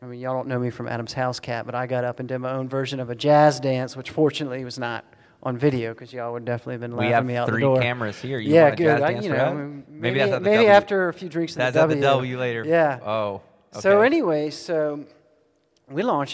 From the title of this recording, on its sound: Austin City Limits Live Podcast Tour